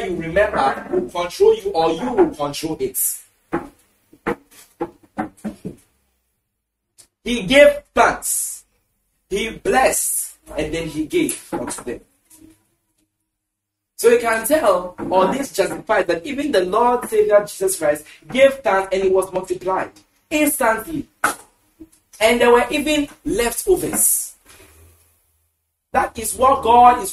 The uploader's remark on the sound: Preached at the The Annual Thanksgiving Services, Accra, Ghana.